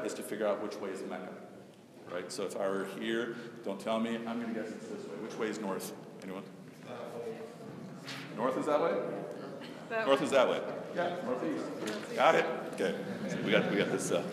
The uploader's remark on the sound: A brief talk at Oak Park Temple to an audience of Muslims and Jews.